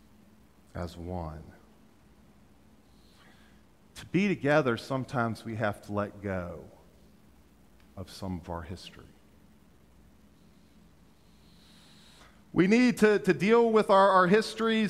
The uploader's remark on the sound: during Traditional Worship